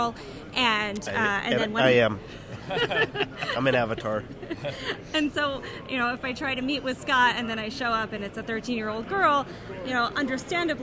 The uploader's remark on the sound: LIVE AT GSX